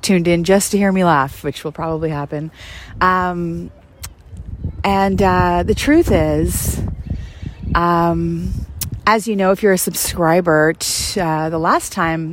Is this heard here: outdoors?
yes